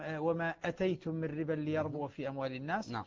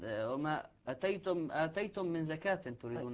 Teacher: فإذا آتيتم من ربا يقرأها بالقصر، أي بدون مد · Shown in: first take